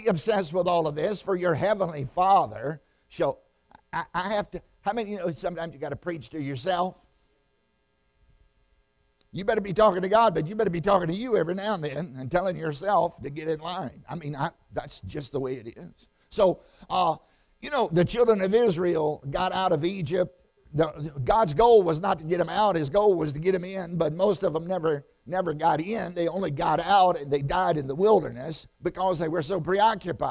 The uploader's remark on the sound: Sun AM Service